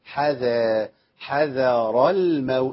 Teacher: اصل في راء بعدها مفخمه فانا بستعد لتفخيم الراء بتفخيم الذال